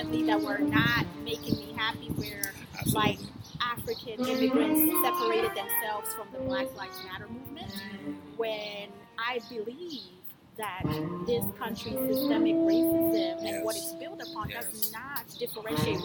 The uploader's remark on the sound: THE POP-UP: LIVE FROM DOWNTOWN GRAND RAPIDS